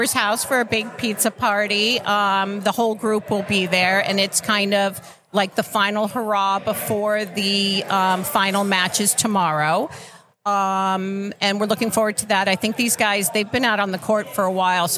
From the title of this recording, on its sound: Live at the Collegiate Open